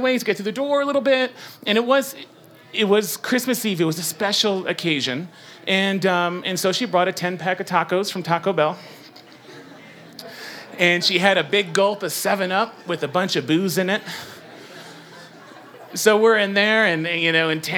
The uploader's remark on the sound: Impromptu Raconteurs. You never know what you'll get when the audience steps up to the mic.